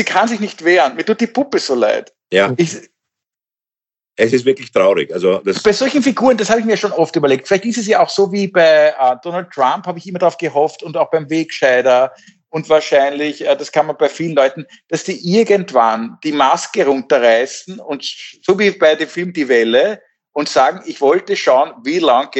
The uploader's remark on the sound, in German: Bei unserem nächtlichen Austausch. Indem sie einander via Skype am Abend beim Reden zusehen.